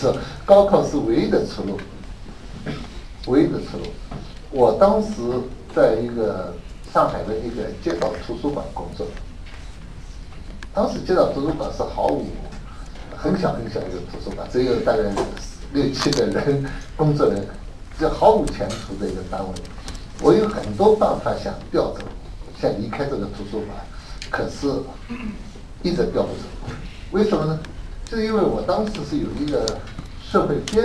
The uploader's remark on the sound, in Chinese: “复兴论坛”是由复旦大学、中国科技大学、同济大学、兴全基金合作的高端学术文化论坛。本音频是由“复兴论坛”系列讲座录音整理而成。